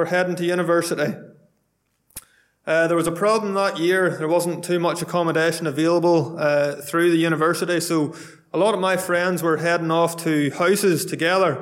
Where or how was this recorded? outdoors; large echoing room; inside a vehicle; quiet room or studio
large echoing room